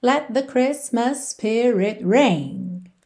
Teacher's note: Christmas spirit também você liga num S só, certo? Christmas termina em S, spirit começa em S, então let the Christmas spirit ring.